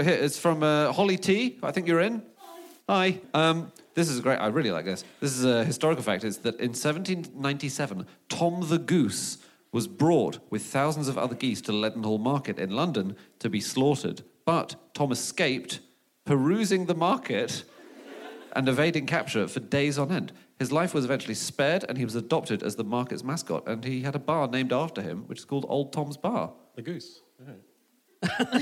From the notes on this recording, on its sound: Live from the Bloomsbury Theatre, London